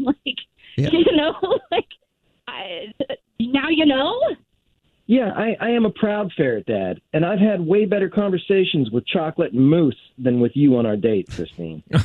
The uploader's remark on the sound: called into The Jubal Show